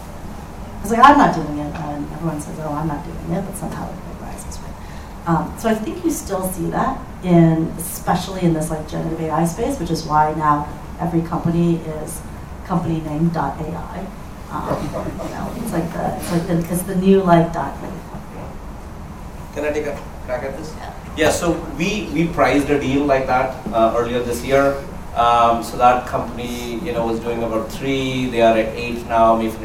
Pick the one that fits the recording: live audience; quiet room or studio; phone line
live audience